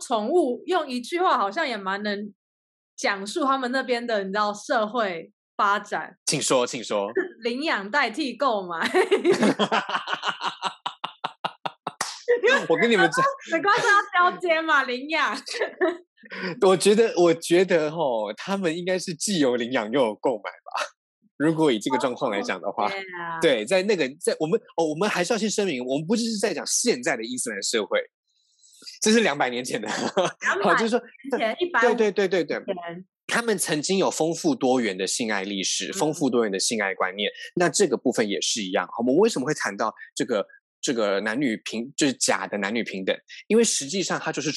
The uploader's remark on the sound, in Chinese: 本集節目使用 Zoom 遠距錄音，固有音質不佳、斷訊之情況敬請見諒